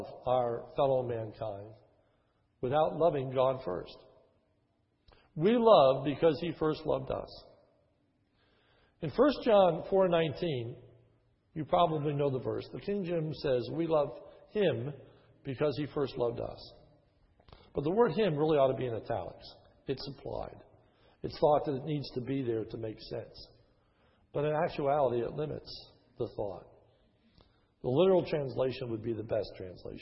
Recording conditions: large echoing room